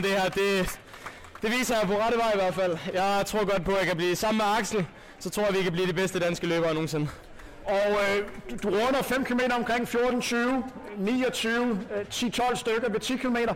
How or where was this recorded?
outdoors